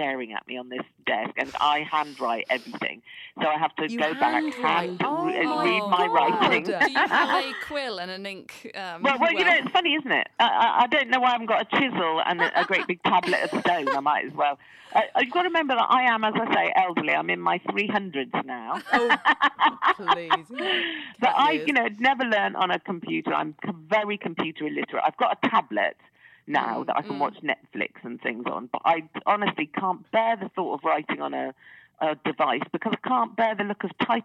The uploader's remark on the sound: joins us on the phone